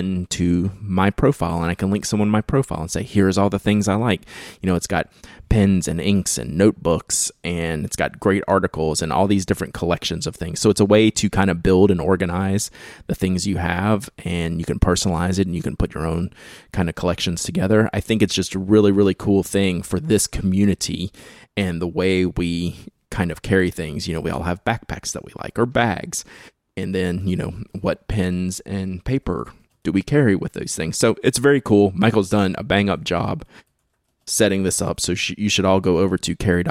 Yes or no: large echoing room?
no